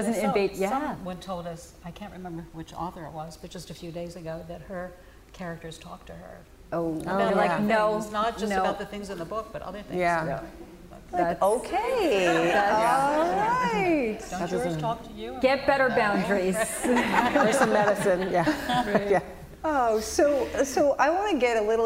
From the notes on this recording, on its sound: LIVE from the Westhampton Beach Performing Arts Center. Since we're LIVE with an audience, you get to hear questions from those who came to watch us!